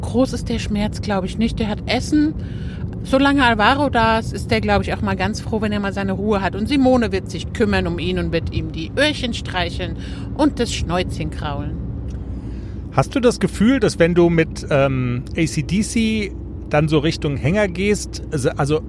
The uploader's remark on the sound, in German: Unsere Teaser live von der Autobahn.